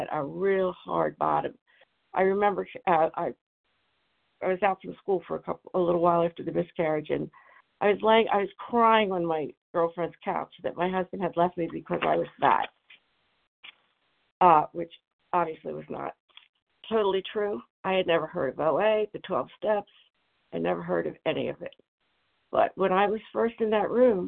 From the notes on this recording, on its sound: 100 Pounders Phone Meeting